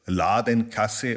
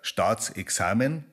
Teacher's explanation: ist halt das überhelle und dunklere A, also Ladenkasse oder Staatsexamen, und das ist also spezifisch bayerisch, das kommt da vor.